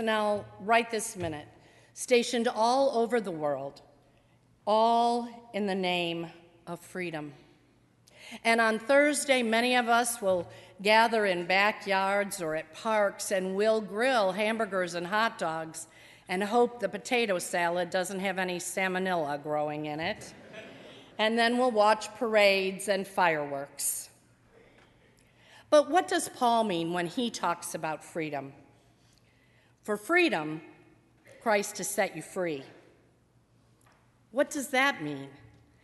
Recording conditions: large echoing room